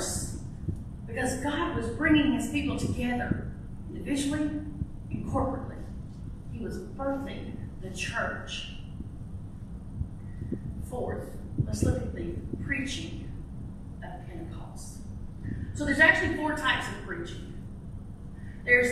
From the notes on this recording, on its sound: This was my last sermon delivered at Ashville First Methodist Church on May 28, 2023.